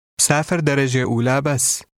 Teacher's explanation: There is a shorter I sound between the last two consonants of the first word.